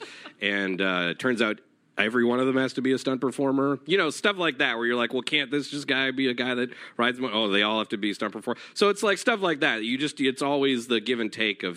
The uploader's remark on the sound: Recorded at EW Popfest in Los Angeles, CA on October 29, 2016.